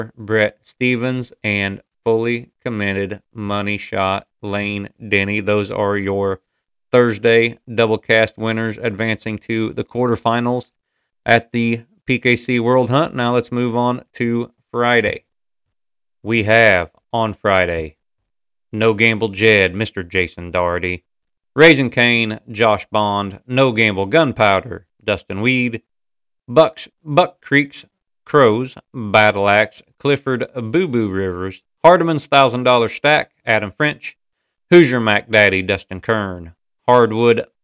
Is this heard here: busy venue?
no